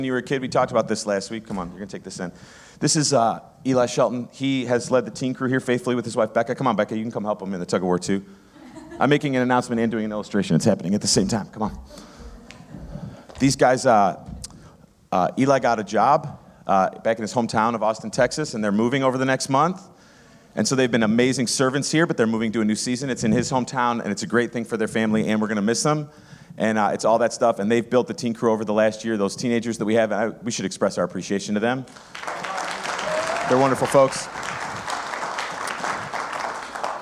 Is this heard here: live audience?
yes